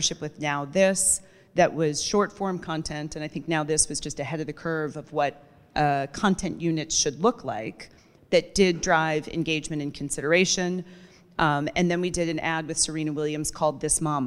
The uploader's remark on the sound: Recorded live at the 2019 Pros & Content Conference.